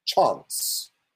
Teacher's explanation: The ah sound as in chance should be halfway between the American ah and the British ah.